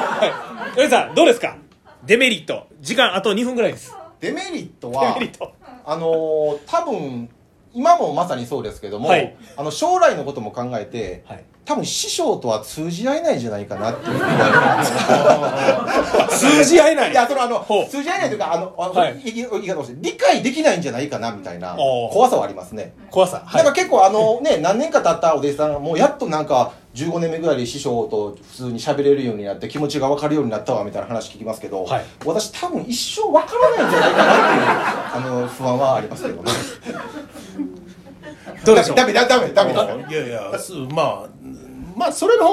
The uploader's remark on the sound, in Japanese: 公開収録！